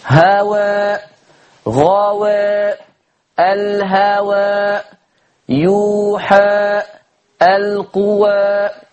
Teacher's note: عمال أقف على رؤوس الآيات وعمال أقلل فيها قولا واحدا، ما قلتش إلا تقليل.